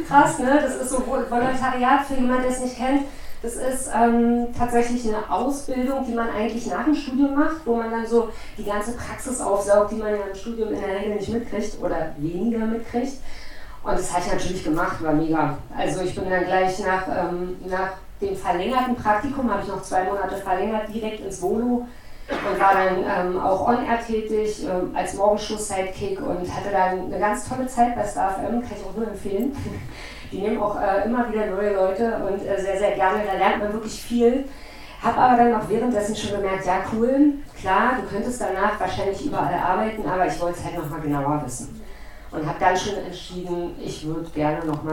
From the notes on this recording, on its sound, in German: Wir entschuldigen die Tonqualität.